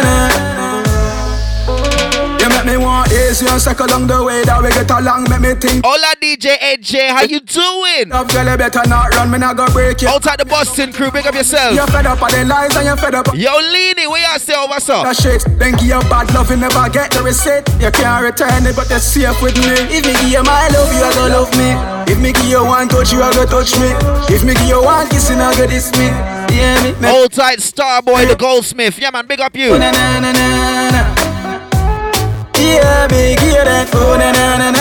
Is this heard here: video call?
no